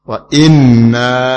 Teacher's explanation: innanya ditahan dua harokat